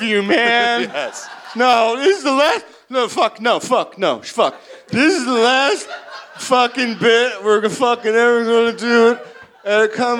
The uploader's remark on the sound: perform live at the Mooby's Pop-Up at San Diego Comic-Con 2023!